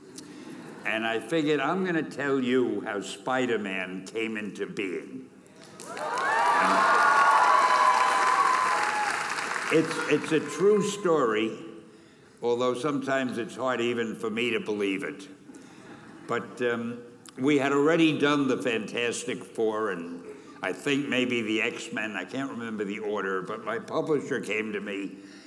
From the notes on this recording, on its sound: Keynote at the 2017 Graduation Ceremony